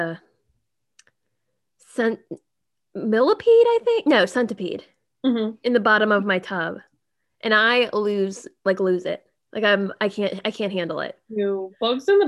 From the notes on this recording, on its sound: Let's celebrate it being the last Zoom episode